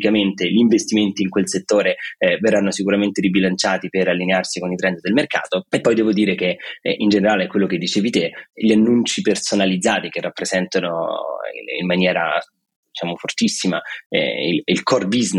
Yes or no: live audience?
no